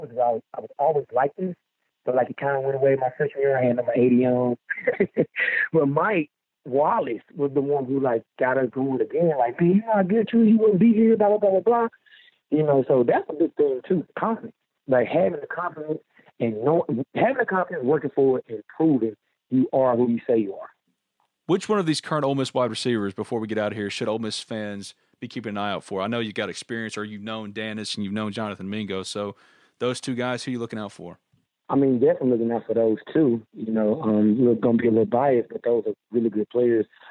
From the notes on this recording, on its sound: joined on the Modern Woodmen phone line